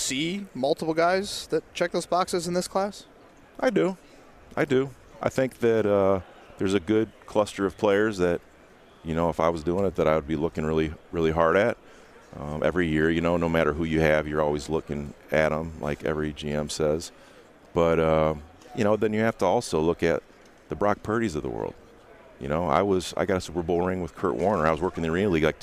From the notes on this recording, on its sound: joins the guys live at the Combine